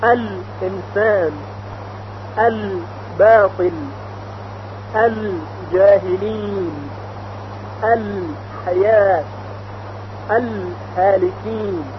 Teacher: خب اگر ال یعنی همون الف و لام تعریف بر سر این حروف این 14 حرف در بیاد، لام ساکن خونده میشه، یعنی به هیچ وجه لام در این 14 حرف ادغام نمیشه · Term: حروف قمری